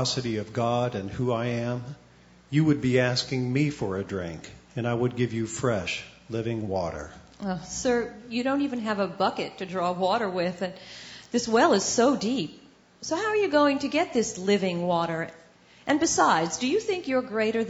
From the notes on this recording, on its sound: Recorded Live at Vineyard Church of Kenner.